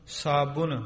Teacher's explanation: ਬੱਬੇ ਦੀ ਔਂਕੜ ਦੀ ਆਵਾਜ਼ ਦੇ ਸਹਿਤ, ਸਾਬਣ ਸਿੱਧਾ ਨਹੀਂ ਕਹਿਣਾ, ਨੰਨੇ ਦੇ ਨਾਲ ਉਚਾਰਨ ਹੈ।